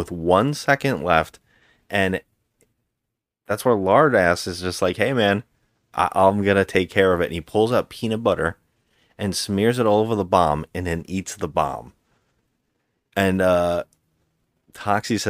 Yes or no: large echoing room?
no